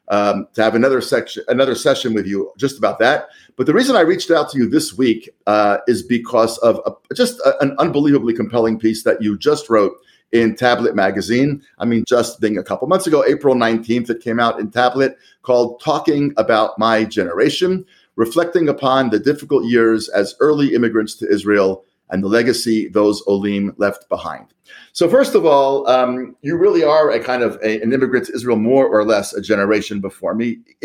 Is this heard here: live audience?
no